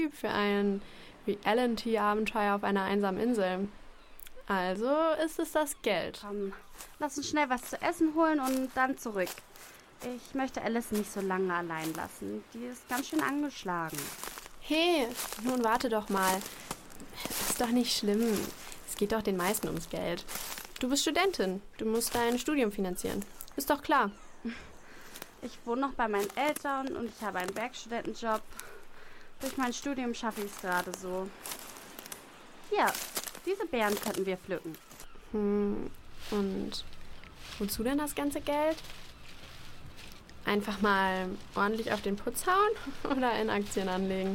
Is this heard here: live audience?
no